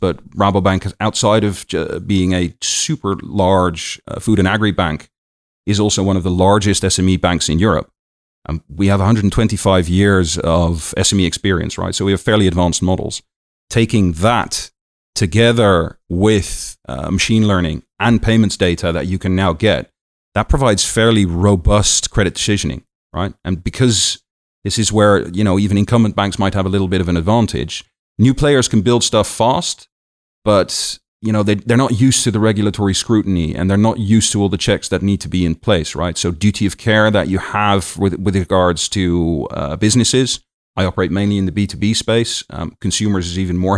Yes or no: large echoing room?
no